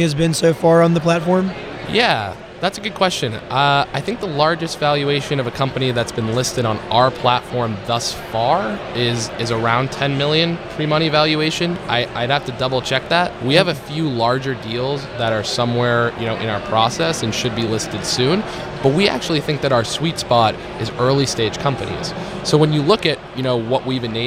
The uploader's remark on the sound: TechCrunch Disrupt NY. 3Pillar was a sponsor of this year's conference, so we had a prime location on the showroom floor.